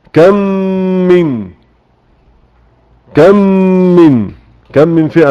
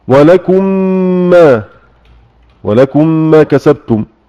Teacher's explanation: إدغام مثلين صغير يعني أن يأتي مثل الحرف بعده، ميم بعد ميم